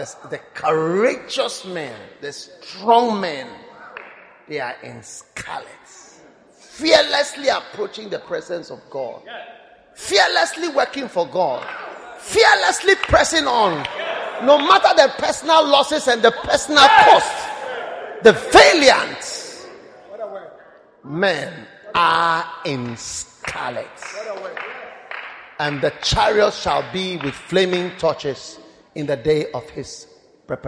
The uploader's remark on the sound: Preached at Lighthouse Chapel International, Nyarnyano Cathedral.